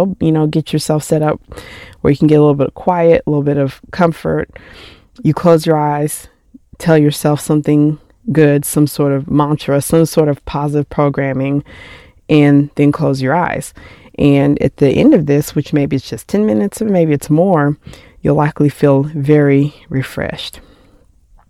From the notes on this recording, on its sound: While driving